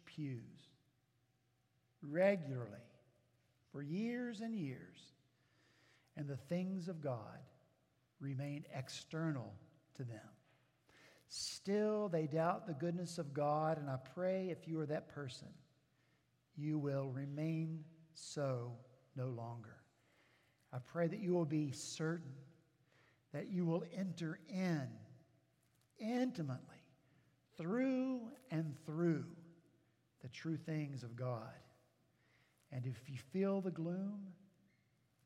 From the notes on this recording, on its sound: At Redeemer Presbyterian Church in Charleston, SC